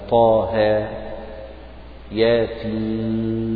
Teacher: مدها مد طبيعي، تمد بمقدار 2 حركات، تمد بمقدار 2 حركات ومدها مد طبيعي